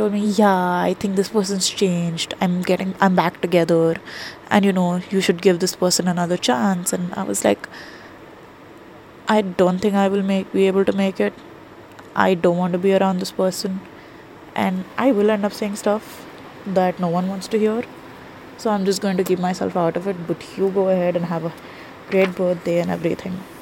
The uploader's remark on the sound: I'm sorry for the quality on these cause I'm recording them on my phone.